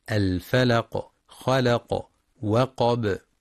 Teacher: وينتبه القارئ للقلقلة عند الوقف على الفلق خلق وقب